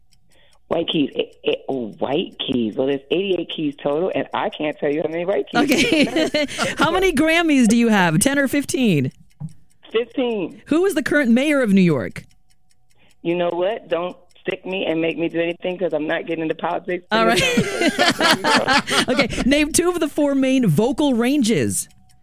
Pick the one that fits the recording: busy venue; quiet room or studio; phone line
phone line